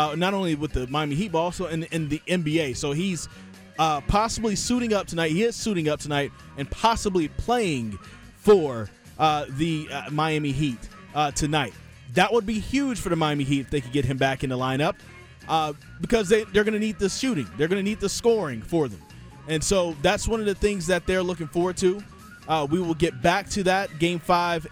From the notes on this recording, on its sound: a live update from The Big Rock Fishing Tournament in Morehead City, NC